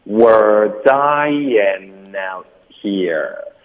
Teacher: Dying 连读到 out 就变成 dying out 的 t 我们会省略